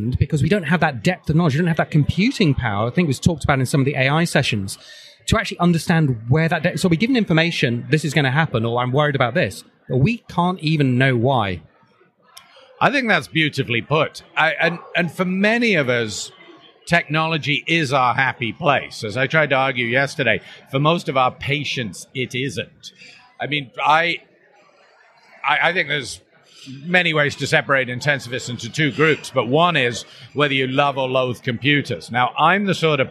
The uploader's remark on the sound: This podcast was recorded at the Intensive Care Society State of the Art meeting in London 2018. The audio was recorded live and at the venue so there is a fair bit of background noise.